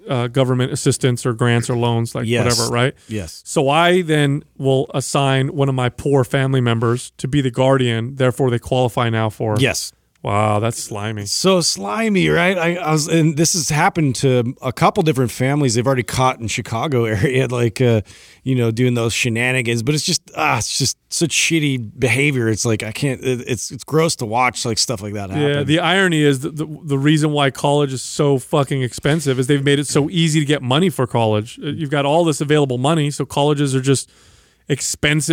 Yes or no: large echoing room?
no